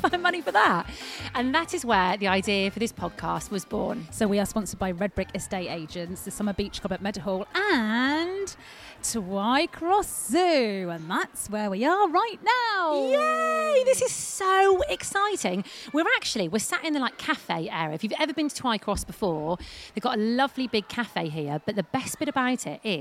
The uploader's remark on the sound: Live from Twycross Zoo!